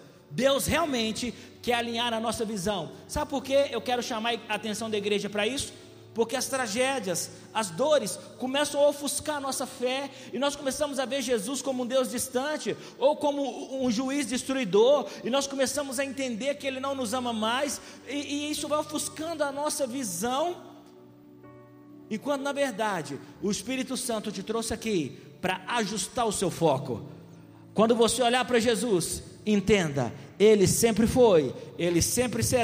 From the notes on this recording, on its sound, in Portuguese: Essa mensagem foi gravada ao vivo no dia 02/02/2020, no culto dominical da Igreja Vale Da Bênção - BH.